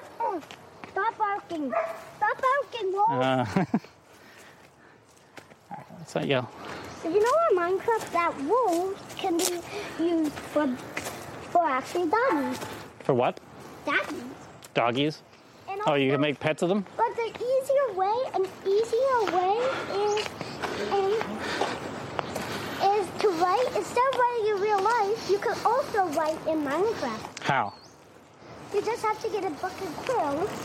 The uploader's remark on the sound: Apologies for the noisy traffic at times